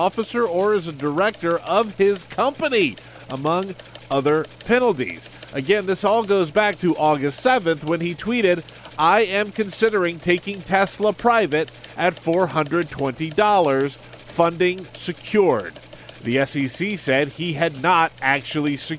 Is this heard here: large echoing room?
no